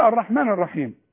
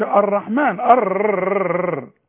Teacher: الراء ديت بيقول لك حرف بيتكرر، اوعى انت تكرره · Shown in: first take · ما تقولش الرحمن الر، شوف بالك، ما تقولش الرحمن الرحيم، لا طلعها لراء واحدة.